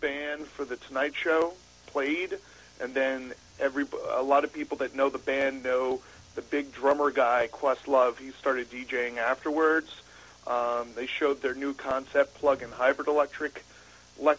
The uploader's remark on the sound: call in as our Green Dude this week